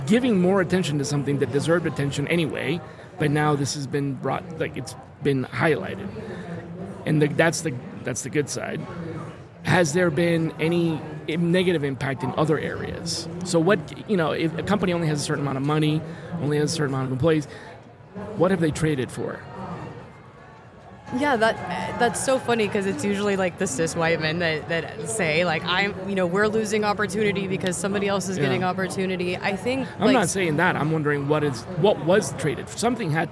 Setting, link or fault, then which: setting, busy venue